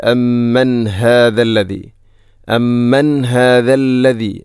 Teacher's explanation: ഇവിടെ അമ്മൻ ശേഷം ഹാ, ഹാഇൻ്റെ ശബ്ദം കൃത്യമായിരിക്കണം, തൊണ്ടയുടെ ഏറ്റവും അടിഭാഗം.